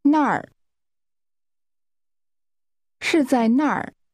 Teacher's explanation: 那儿 is pronounced with a falling tone.